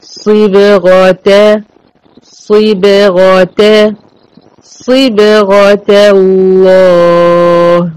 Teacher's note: الصاد والغين مفخمين في هذه الكلمة، الب مرققة ومقلقلة، والت المربوطة مفتوحة ومرققة.